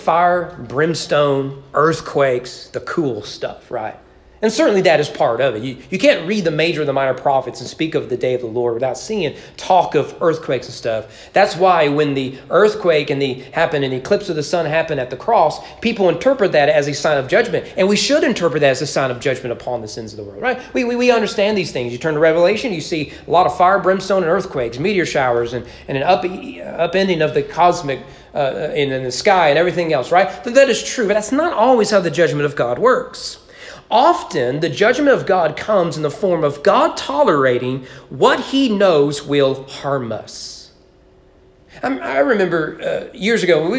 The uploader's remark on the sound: Sermon preached at East Frankfort Baptist Church in April 2022 during evening worship.